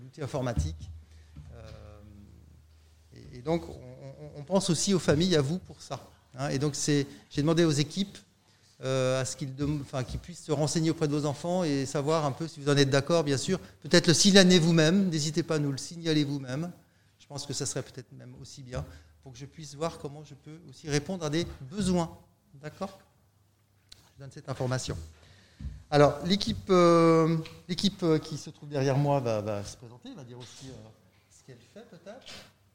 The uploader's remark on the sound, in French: Voici une captation de la réunion qui a eu lieu au collège le 13 septembre 2021 à 18h pour accueillir les parents d'élèves de 6e.